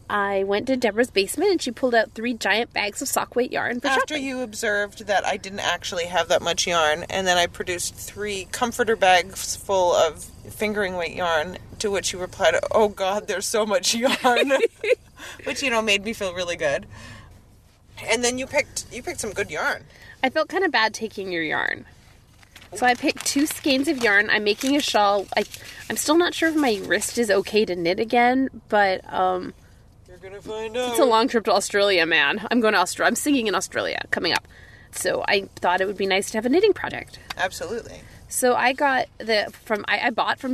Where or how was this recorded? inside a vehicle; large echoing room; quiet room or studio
inside a vehicle